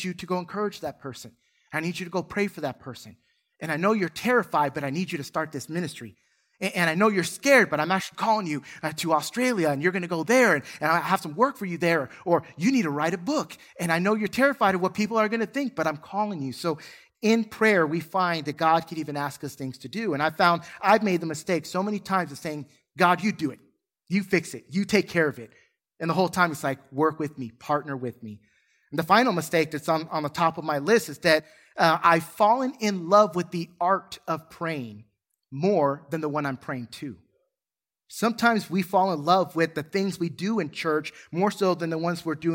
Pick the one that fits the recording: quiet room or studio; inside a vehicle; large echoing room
large echoing room